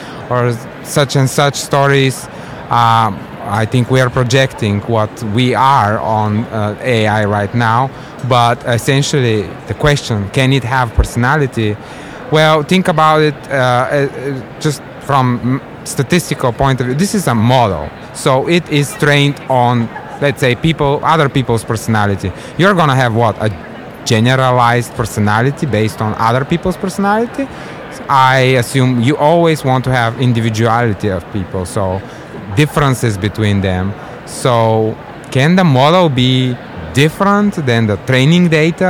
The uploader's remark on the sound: Live from SIOP